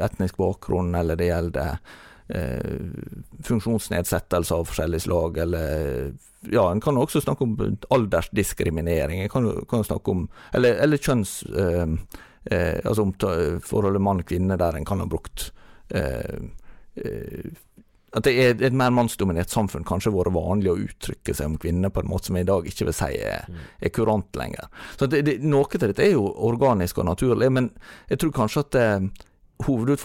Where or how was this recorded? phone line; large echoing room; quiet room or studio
quiet room or studio